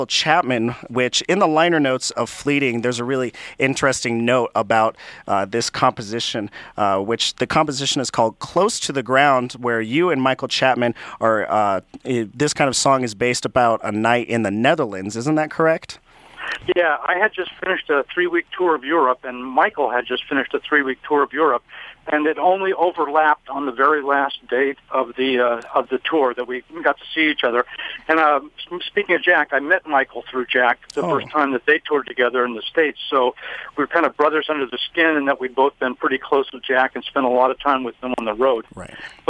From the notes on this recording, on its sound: Telephone Interview live on Radio1190!